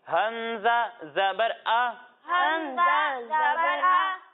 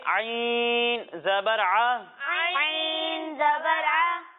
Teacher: ایک حرف ہے حمزہ اور دوسرا حرف ہے عین۔ جب ہم حمزہ کی ادائیگی کریں گے تو اسے حلق کے نچلے حصے سے پڑھیں گے، اور جب ہم عین کی ادائیگی کریں گے تو اسے حلق کے درمیانے حصے سے پڑھیں گے